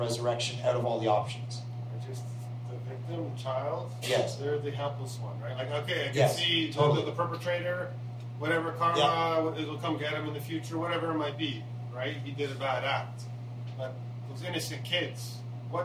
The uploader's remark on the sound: Q and A at a coffee shop in Toronto